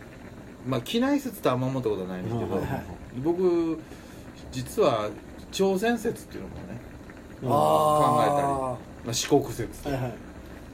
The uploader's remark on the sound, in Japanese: 神戸、SPACE DOG!RECORD(お店)より。